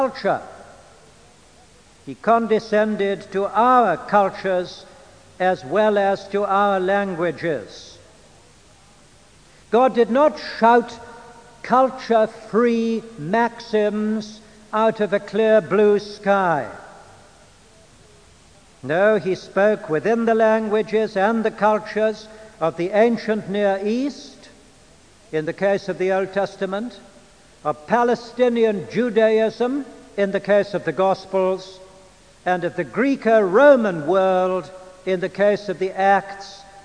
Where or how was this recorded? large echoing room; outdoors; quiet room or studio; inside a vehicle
large echoing room